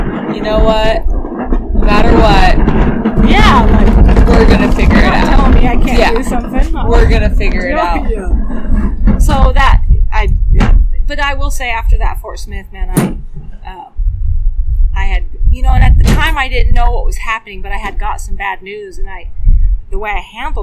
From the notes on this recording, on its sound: We were grateful to have the opportunity to sit down with her at the Pink Buckle. You will hear some background sound but we had the opportunity to sit down outside of her stalls and enjoy the weather.